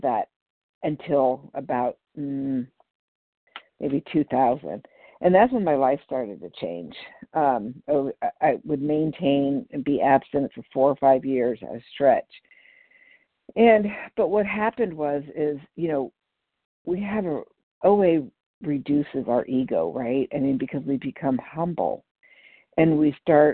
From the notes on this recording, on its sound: 100 Pounders Phone Meeting on 12/3/20